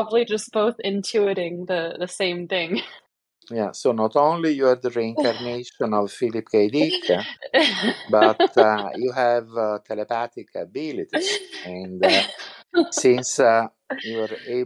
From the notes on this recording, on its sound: We recorded this episode from Discord using Craig , a voice channel recording bot for Discord. We recorded this episode from Discord using Craig , a voice channel recording bot for Discord.